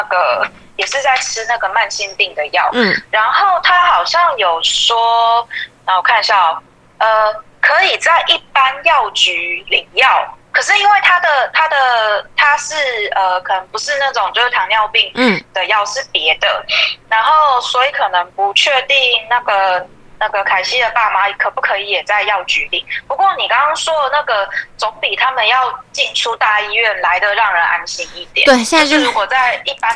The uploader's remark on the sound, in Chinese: 由於是call out，所以部分音質有點影響，敬請見諒！